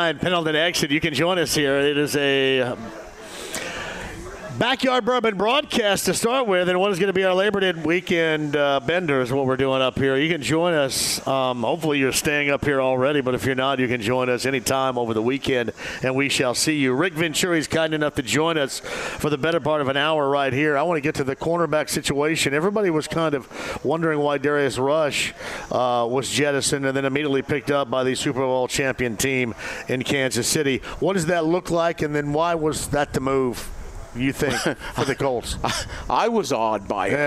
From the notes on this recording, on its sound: Live From Mystic Waters. Mystic Waters Campground, the location of today's remote broadcast!